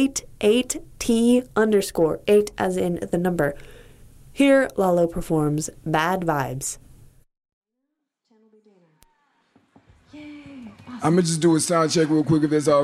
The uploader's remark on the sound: Recorded live at Late at the Lake, at Mozart's Coffee Roasters in Austin, Texas on Tuesday, June 7th, 2022.